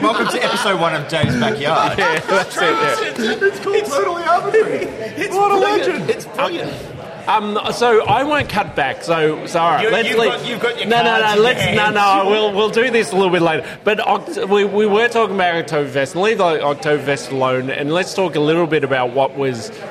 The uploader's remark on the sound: Live 150th Episode at Bonehead! Venture down to Kensington's Bonehead brewery with a real live audience. Share their Oktoberfest beers with the crowd.